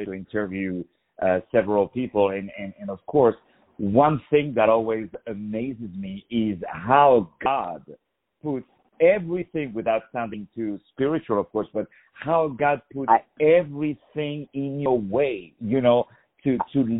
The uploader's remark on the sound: On the phone